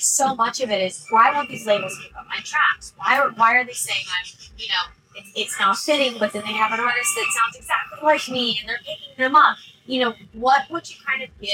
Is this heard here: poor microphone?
yes